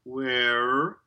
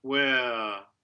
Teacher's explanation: that R reduces to schwa and creates a diphthong · Shown in: second take